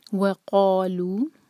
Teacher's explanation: وقالوا، قاف کو حلق سے، اور قا اور لو دونوں دو دو حرکہ برابر لمبے، مد تبعی اس کی بات ہے.